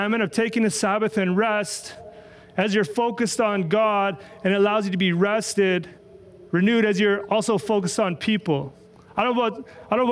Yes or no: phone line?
no